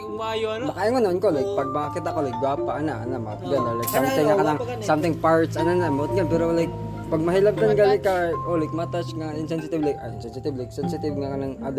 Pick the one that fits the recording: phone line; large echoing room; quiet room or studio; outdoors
outdoors